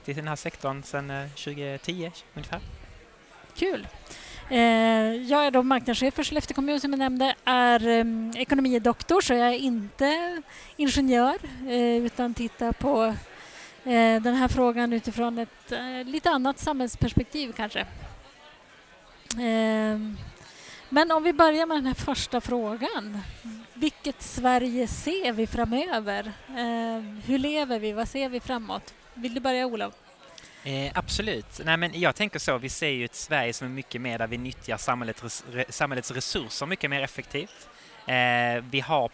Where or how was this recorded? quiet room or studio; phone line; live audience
live audience